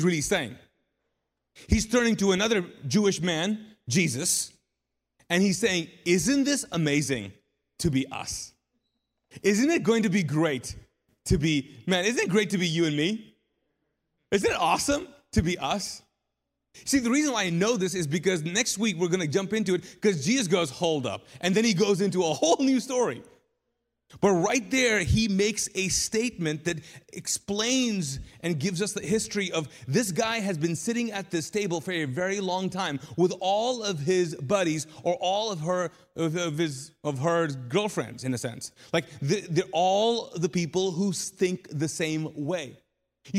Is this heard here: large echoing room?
yes